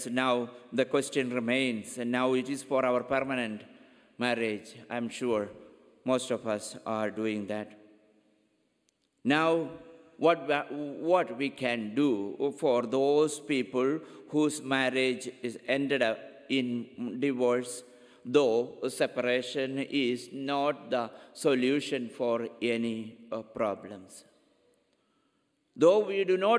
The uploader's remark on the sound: Homily at 10 am Mass